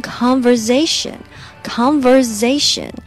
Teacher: 那个 v e r 的咬唇要把它发出来